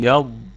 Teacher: يبقى احنا عندنا الضاد فيها الاستطالة، وفيها كمان الرخاوة